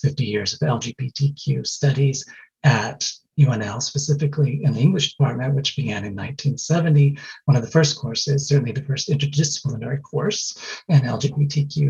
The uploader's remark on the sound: This episode is taken from a March 23, 2021 virtual event celebrating the new book.